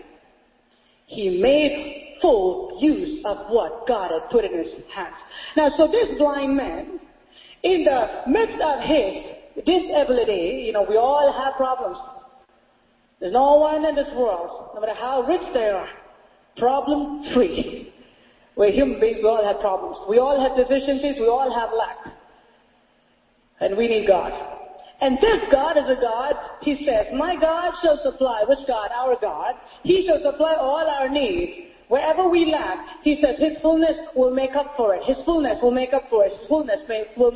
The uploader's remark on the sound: Sunday Service Message